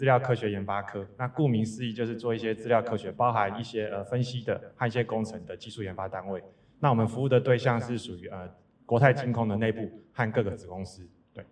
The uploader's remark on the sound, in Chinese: 本集特別集延續上次實體小聚交流第二場 —— 數據專場錄音！因為現場收音的關係，音質還請多多包涵。